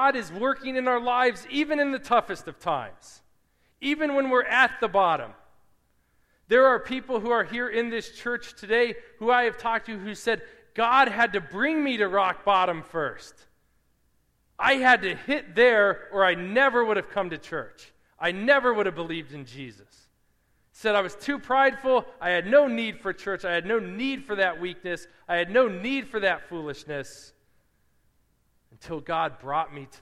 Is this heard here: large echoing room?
yes